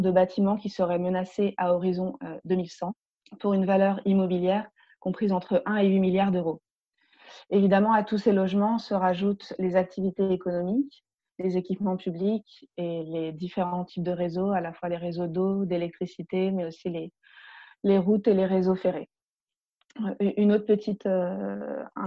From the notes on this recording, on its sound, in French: La Fabrique Écologique a organisé le lundi 18 mai 2020 en visioconférence son Atelier Co-Écologique.